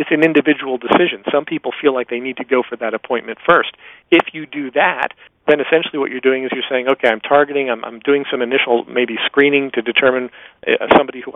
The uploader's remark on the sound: excerpt from a live Top Secrets teleconference